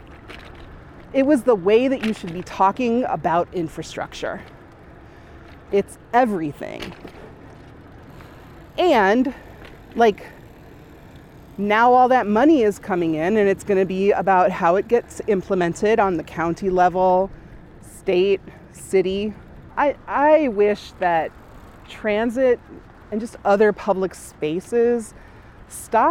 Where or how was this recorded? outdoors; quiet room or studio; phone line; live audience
outdoors